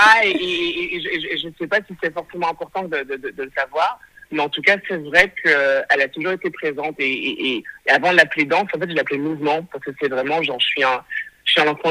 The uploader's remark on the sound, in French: Cet épisode a été enregistré par téléphone.